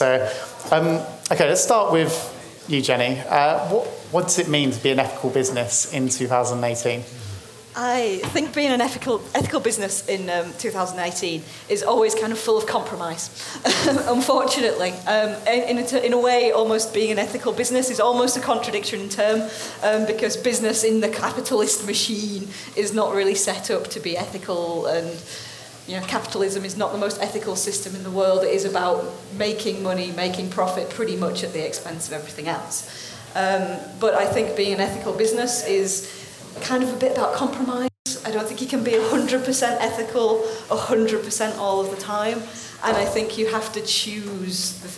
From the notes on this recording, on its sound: Today we are bringing you a panel discussion from the Vevolution Plant-Based Business Bootcamp on ethics in business.